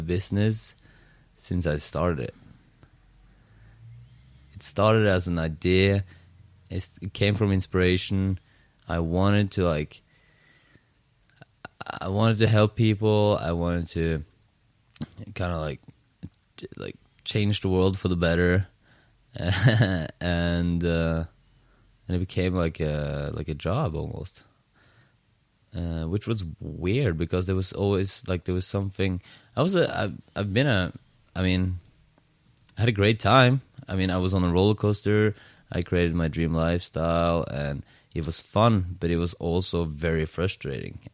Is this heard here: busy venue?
no